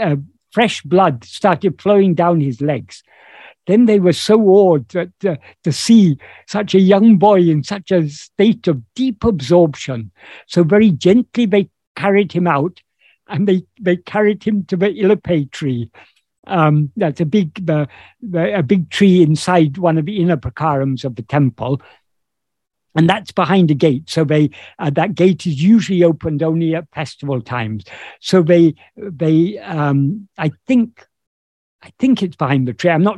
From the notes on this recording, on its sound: In a Zoom meeting of the ‘Ramana Maharshi Foundation UK’ on 10th September 2022. This second portion of the meeting is posted here as this video.